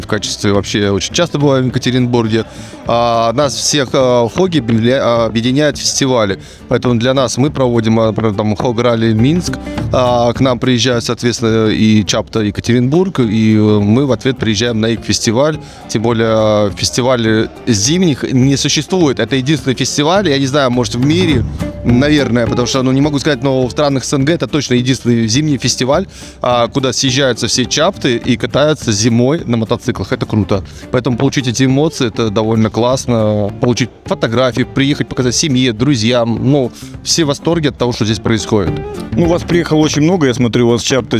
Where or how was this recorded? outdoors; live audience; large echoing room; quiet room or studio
outdoors